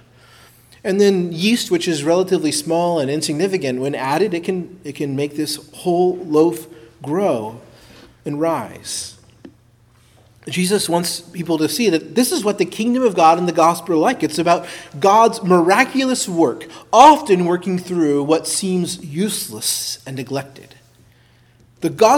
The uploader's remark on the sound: preached at Christ Our Savior Baptist Church